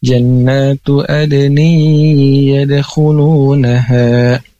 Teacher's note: hukum nun mati dan atau tanwin menghadapi ya yang belum tajwidnya diamalkan, yaitu dimasukkan dan ditekan dua harakat.